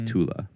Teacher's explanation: Oh, wait, yeah, no, I think it is. The E is a schwa. So it's pronounced very softly, like the A in sofa.